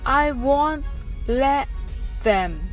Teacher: want と let はくっつけて発音してくださいレを言ったら次は th ですので内側から舌先を前歯の付け根につけてください